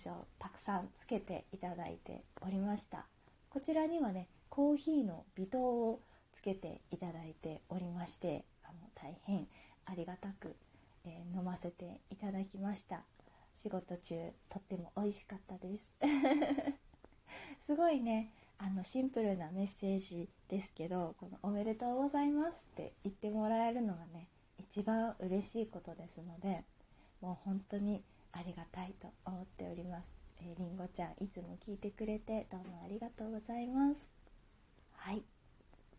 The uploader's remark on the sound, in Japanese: 自宅でスマホによる収録のため様々な騒音が収録されています